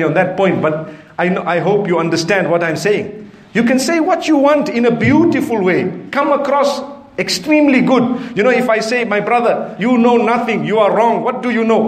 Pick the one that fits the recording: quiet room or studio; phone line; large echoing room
large echoing room